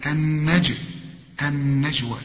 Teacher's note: طبعا احنا كل نون في القرآن مدام عليها الشدة اوعى تنسى انك تغنها، النجوى، وبعدين الياء اهي فوقها ألف عشان تحول الياء إلى ألف، النجوى، والجيم لازم تقلقلها